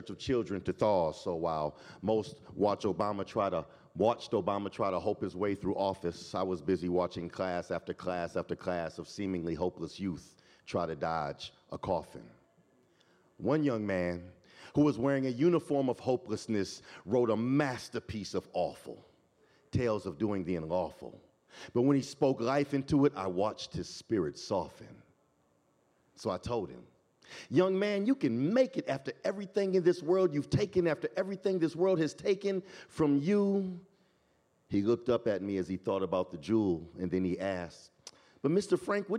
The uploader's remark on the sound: This EDTalk was live streamed from Icehouse in Minneapolis, MN on April 19, 2023.